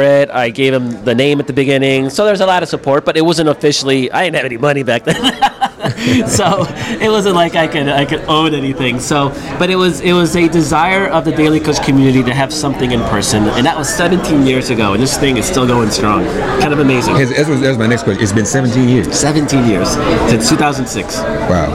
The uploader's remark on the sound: Live from Chicago, at the 17th Annual Netroots Nation.